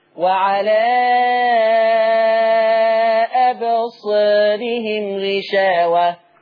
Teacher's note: أي ألف بعدها راء مكسورة ورش بيقلل الألف ديت، ما يقولش صا، ما يفتحش الحرف فتحة كاملة